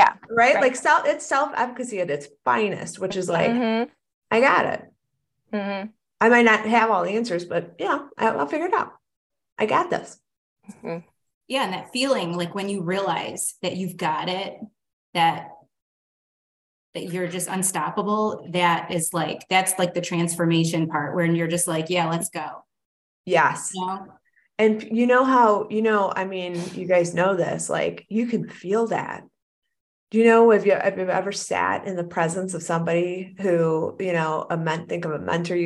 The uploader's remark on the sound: join me for a zoom session